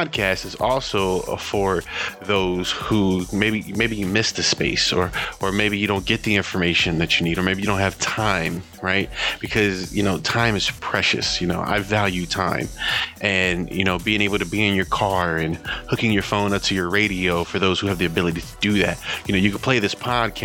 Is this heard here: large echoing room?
no